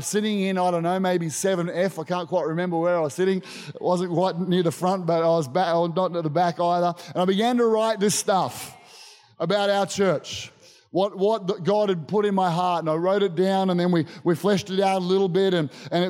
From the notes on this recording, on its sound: Recorded during our 9am service on Sunday, the 12th of February 2023